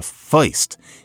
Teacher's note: what we often think of as oi instead of er